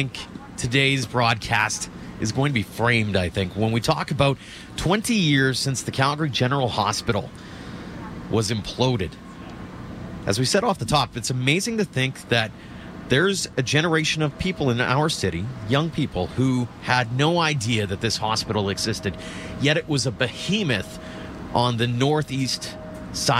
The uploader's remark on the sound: On The Road : Bridgeland. We are live on location at the site of the former Calgary General Hospital.